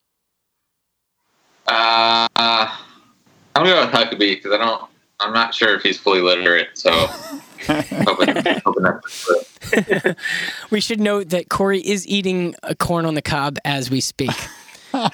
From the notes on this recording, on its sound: The Just In News Podcast team gets together (over the phone, of course).